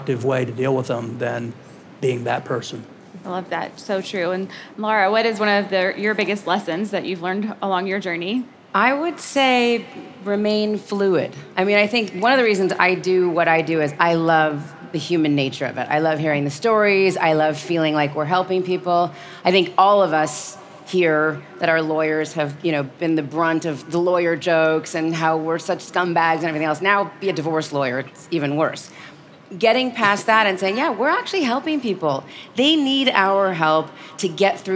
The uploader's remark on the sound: Live from The Game Changers Summit. Law firm owners present at the #1 Law Firm Growth Conference on Earth.